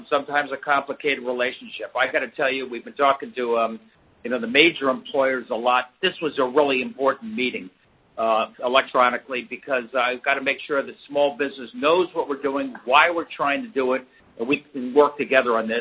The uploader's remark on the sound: Conference Call